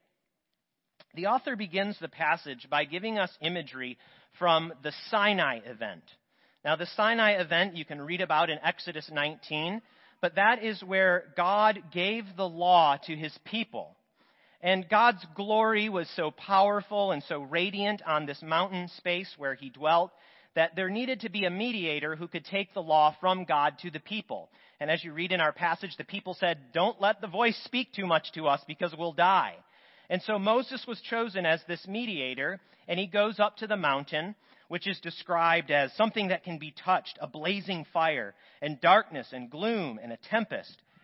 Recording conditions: large echoing room